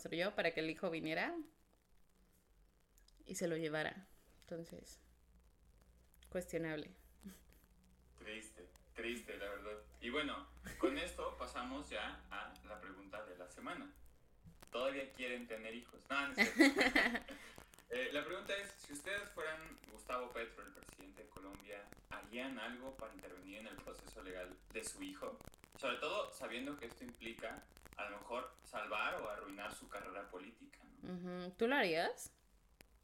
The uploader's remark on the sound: Este episodio tuvo problemas de audio por lo que una disculpa.